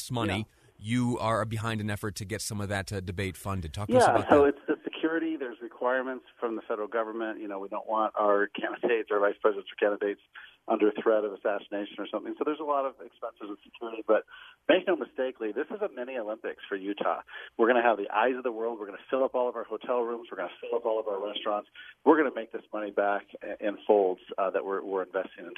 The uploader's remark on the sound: over the phone